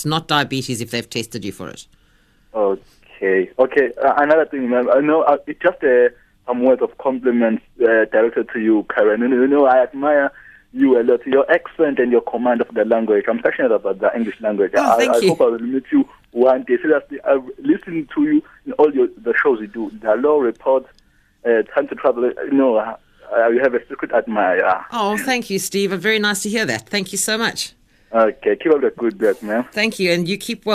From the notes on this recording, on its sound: PHONE-IN